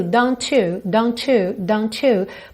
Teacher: Eu tenho esse arzinho do T, don't, don't, juntando no you.